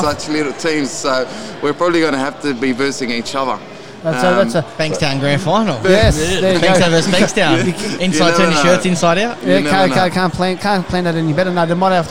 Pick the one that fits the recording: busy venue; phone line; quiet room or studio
busy venue